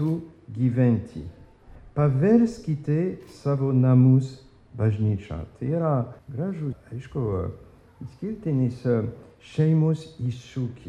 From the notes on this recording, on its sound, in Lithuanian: Įrašas iš Švento Jono šeimų festivalio.